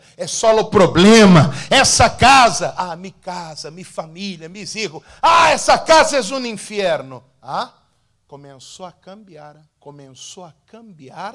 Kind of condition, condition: setting, large echoing room